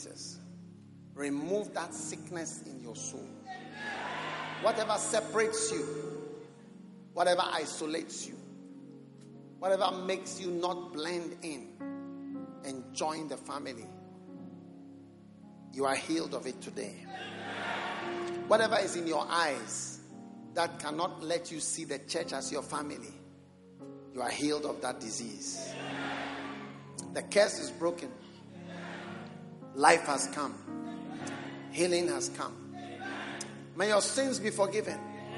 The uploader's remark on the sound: Preached at the Prophetic Encounter Service.